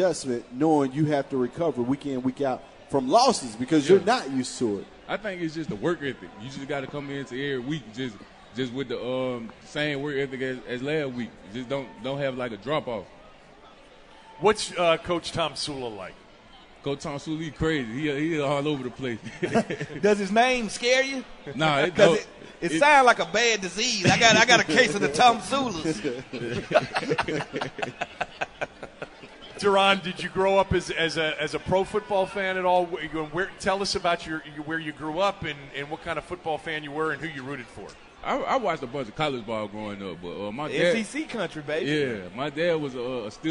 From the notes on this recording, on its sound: at the Redskins 2018 Draft Party!